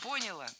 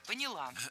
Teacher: В этом глаголе ударным должно быть окончание. · Shown in: second take · Term: ударное окончание